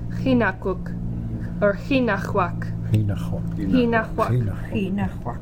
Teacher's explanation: It's produced in the mouth where you produce an English G, g, g, but it has a softer sound. Practice by making an English G a few times, then holding your mouth in the same position, produce an H sound.